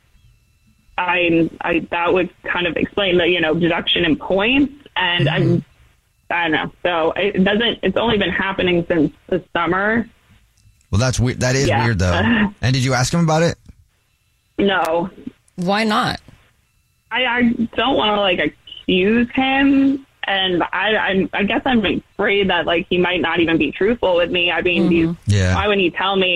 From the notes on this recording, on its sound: One of our listeners is on the phone.